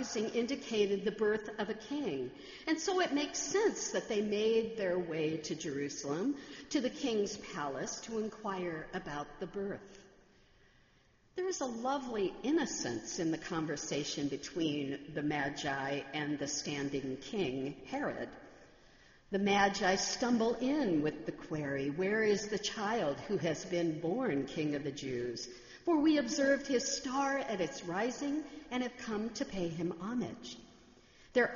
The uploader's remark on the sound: sermon on Christmas Eve, December 25, 2015, in the Memorial Church.